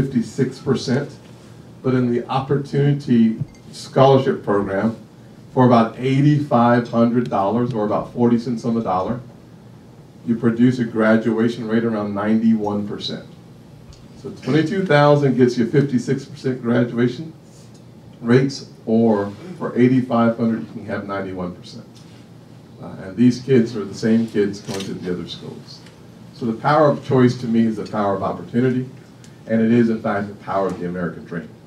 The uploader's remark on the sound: WASHINGTON, DC. Appeared before a lunch meeting of The Ripon Society.